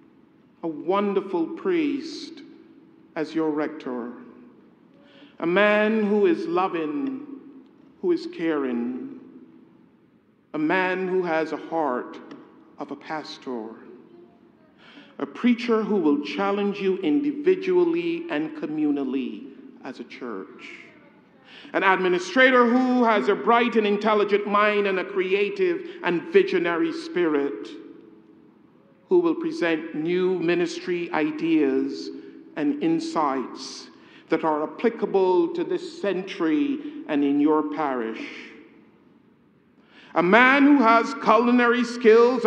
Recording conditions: large echoing room